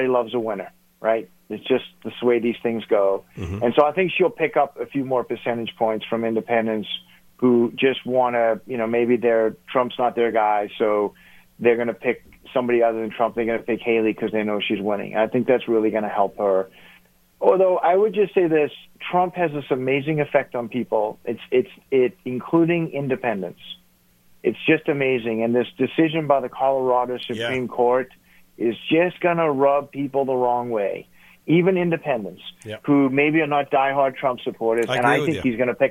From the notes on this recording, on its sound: called into GMNH